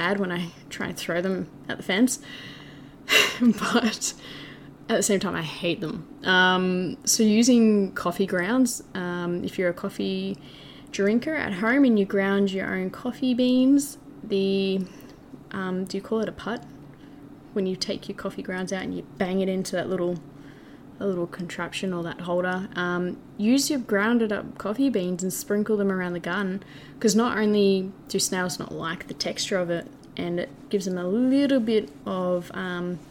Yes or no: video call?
no